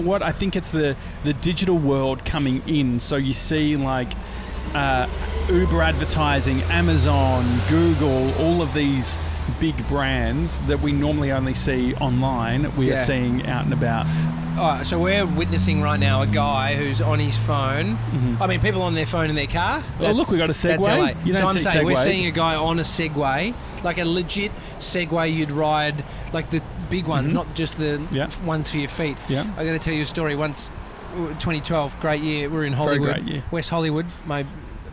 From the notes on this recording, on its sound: Today we're sitting outside Bluestone Lane!